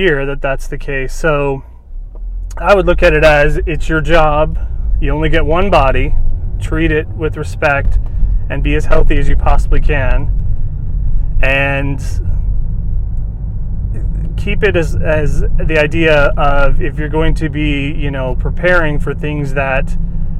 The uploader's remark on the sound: Sorry for the audio quality.